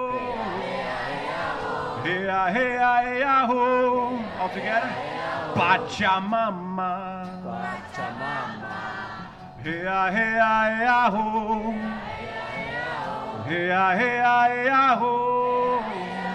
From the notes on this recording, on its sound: Covering the LBB (Landbouwbelang) protest. With field recordings.